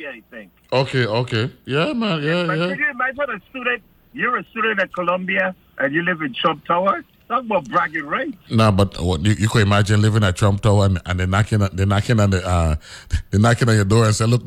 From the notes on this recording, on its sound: joined on the phone